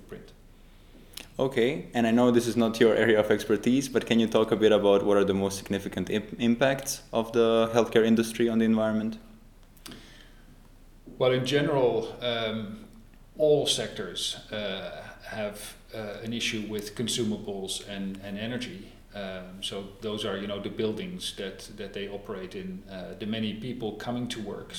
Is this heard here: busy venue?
yes